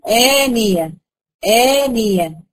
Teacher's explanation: أدي الهمزة سبقت في حرف المد اللي هو الألف، والألف دي وراها أهو، فبقيت أمدها هنا إيه مد بدل حركتين.